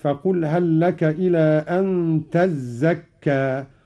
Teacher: قرأ قالون بتشديد الزاي: فقل هل لك إلى أن تزكى، وأصلها تتزكى، أدغمت التاء في الزاي